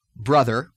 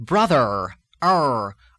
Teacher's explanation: As in most parts of America and in the southwestern part of England, the tongue curls upward toward the hard palate. In fact, it curls upward much, much more intensely than it does in most parts of America. · Shown in: second take · So instead of brother, we're going to have brother, r, where the tongue literally covers a great deal more territory in getting up to the palate and moving in that direction. · Term: retroflex sound